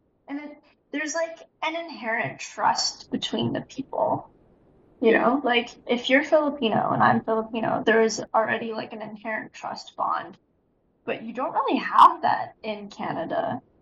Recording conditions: poor sound quality